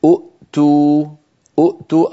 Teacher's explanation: السطر الثاني، أؤتوا أؤتوا أصلها أؤتيوا بوزن أفعلوا. أؤتوا، لاحظوا همزتين ثانيتهما ساكنة، تبدل الهمزة الثانية واوا · Term: مد البدل